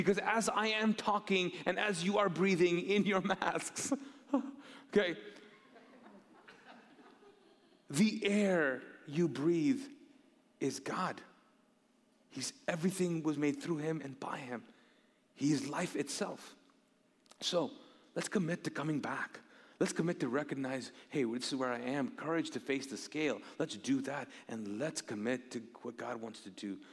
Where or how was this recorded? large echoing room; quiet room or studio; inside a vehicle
large echoing room